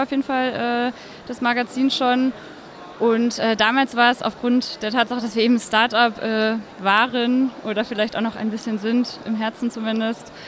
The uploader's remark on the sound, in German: live und direkt auf der OMR 2022